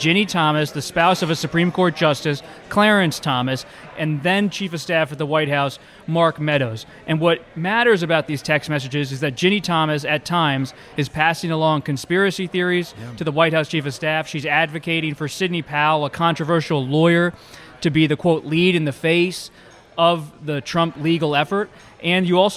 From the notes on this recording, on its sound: at Chef Geoff's in Washington, DC's West End neighborhood